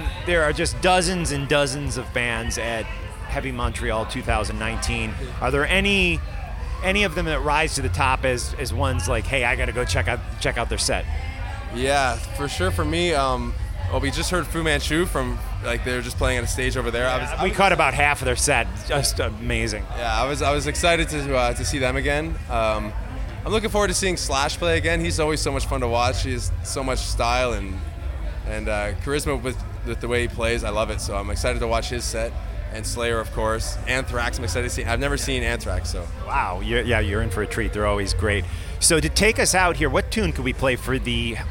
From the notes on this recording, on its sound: 3 new interviews recorded at Heavy Montreal 2019